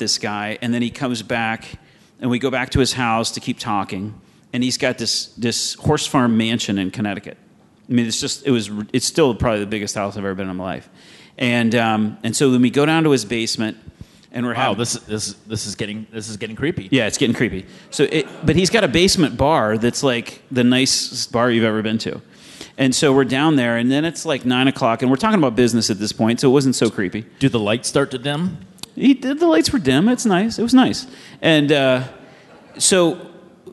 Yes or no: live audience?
yes